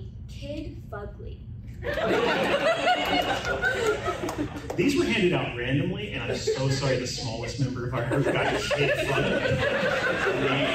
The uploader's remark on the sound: Dragoncon 2023 Live Show